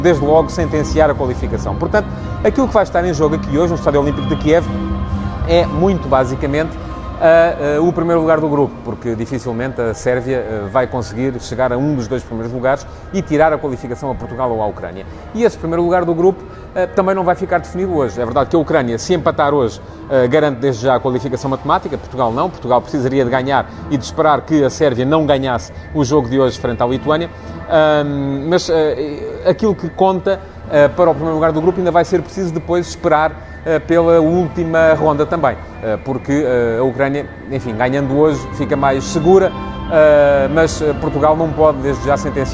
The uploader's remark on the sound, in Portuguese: Em Kiev à espera do jogo. O Futebol de Verdade de hoje ia ser feito em direto do relvado do Estádio Olímpico de Kiev, mas o barulho dos ensaios lá dentro fez-me procurar refúgio no túnel.